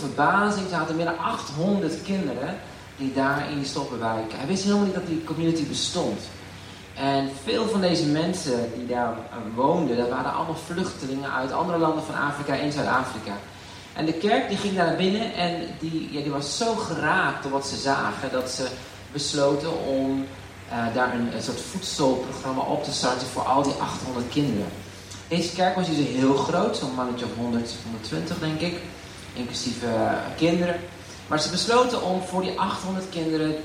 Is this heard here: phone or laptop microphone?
yes